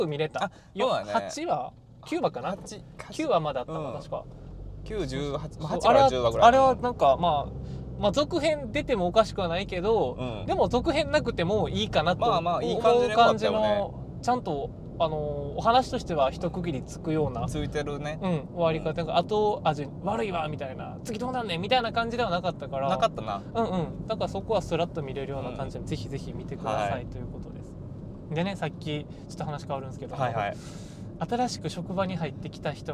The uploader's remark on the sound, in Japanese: 今回はドライブしながら収録しました!!車内の会話を盗み聞きする感覚で聴いてみてください。